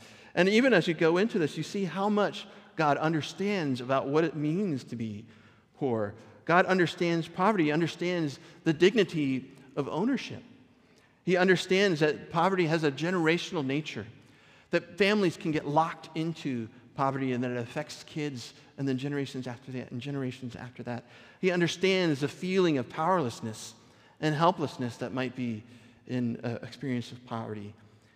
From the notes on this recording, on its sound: Recorded at our Sunday gathering in Port Orchard WA on June 4th 2023.